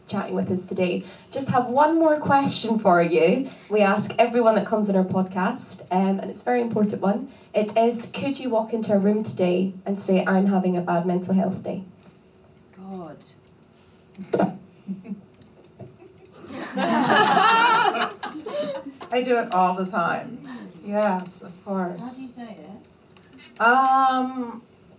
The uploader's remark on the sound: This LIVE podcast was recorded at the Raindance Film Festival.